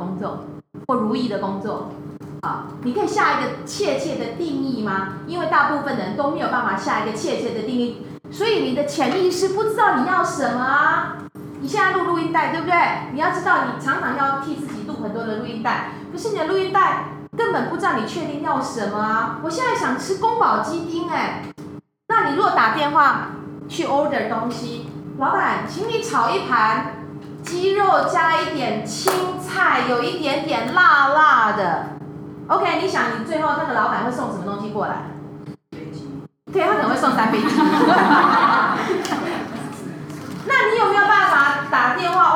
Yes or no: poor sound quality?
yes